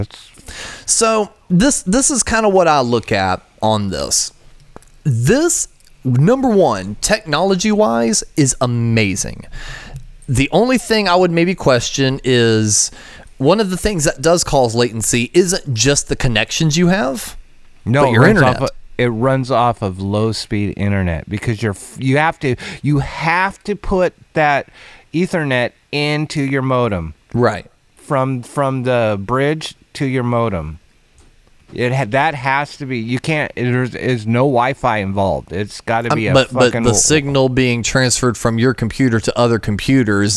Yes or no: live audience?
no